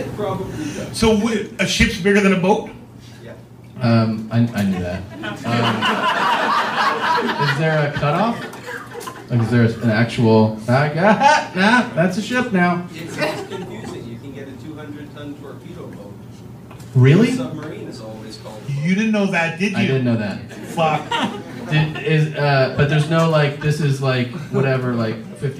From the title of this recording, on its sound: Live From Vancouver